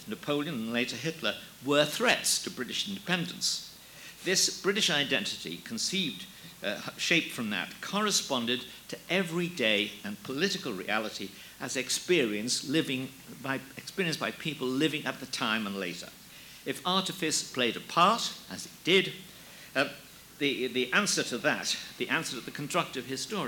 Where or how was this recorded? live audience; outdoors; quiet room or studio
live audience